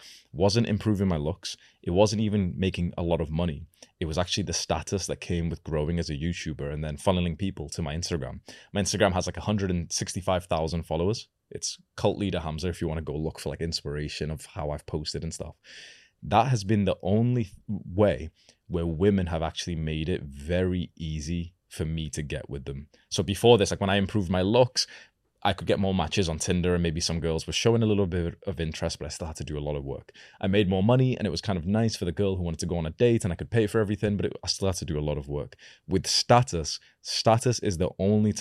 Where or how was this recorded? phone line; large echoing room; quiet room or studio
quiet room or studio